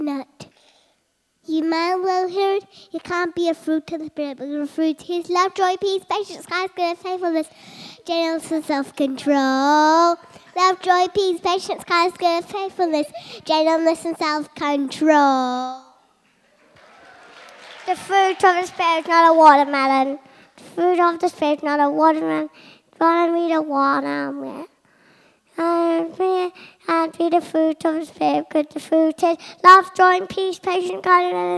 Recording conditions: large echoing room